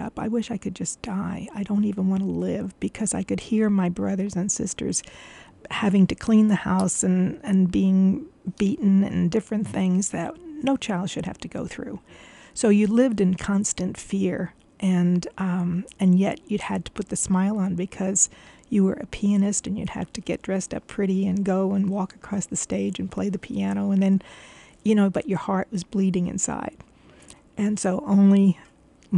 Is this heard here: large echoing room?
no